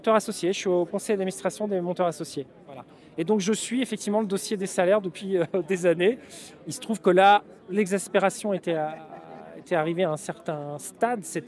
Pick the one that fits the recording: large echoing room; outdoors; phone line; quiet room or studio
outdoors